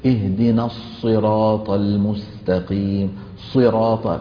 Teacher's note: صراط بذم الشفتين وضمهما إلى الأمام عند الصاد